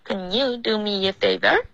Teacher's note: Can 的这个 n 的音不要发成啃啃啃，OK，不是一个后鼻音，舌尖要碰上颚。